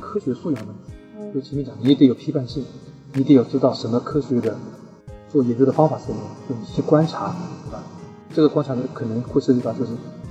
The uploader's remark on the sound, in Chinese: 这期节目因为是6月青训营课程结束后，直接在大课场地录制，因为会场过大导致收音效果不好。我们试图找了专业的外包工作室进行修音，也尝试通过AI翻译转文字，虽然真的尽力了，但效果都不尽人意。